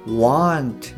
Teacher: 信ができてくると、えー、あなた自身が発音する時にも「ウォン」っていうふうにこうあの使えることがあのできると思いますので。はい、あの、ぜひ、まあ、試していただけるといいんじゃないかなと思います。で、あとはそうですね、この「う」の音以外でも、えー、w n t っていうのを最初の音っていうのは、まあ、56話目の方で話をした walk の「お」ですねこれと同じ音になりますよとで、えー、want の方は hot の「あ」と同じで want みたいなあのかなり口をこう縦に開いてはっきりとした「あ」になりますと。はい、ここのあの母音の音でも、まあ、聞き分けができるんじゃないかなって思います。はい、でここの「w o n t と「want」はですね、まあ、完全にこう意味があの全く逆になってしまうのであの注意し